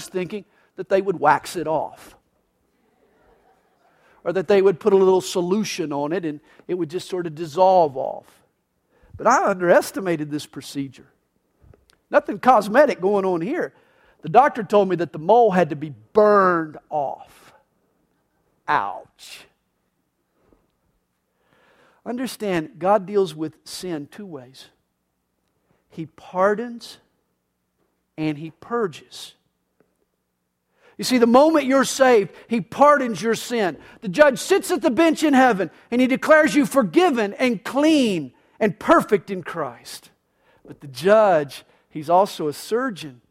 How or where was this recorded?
large echoing room